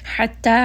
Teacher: ha is going to be from the middle of the throat. And this is going to be a 4-count med.